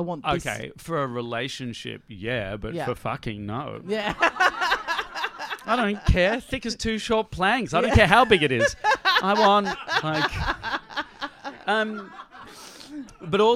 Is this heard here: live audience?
yes